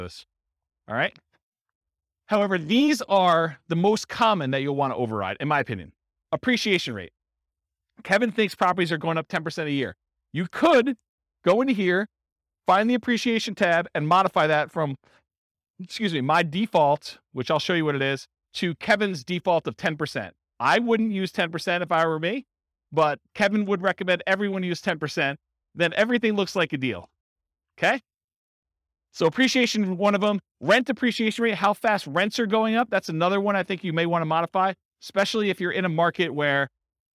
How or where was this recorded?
live audience